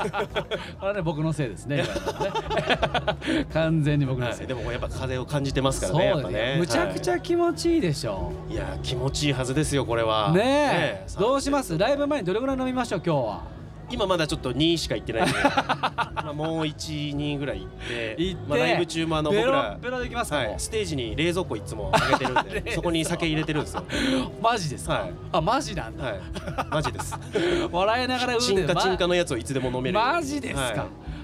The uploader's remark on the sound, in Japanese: 横浜赤レンガ倉庫で行われた。GREENROOM FESTIVAL’23での公開収録の模様をお届け！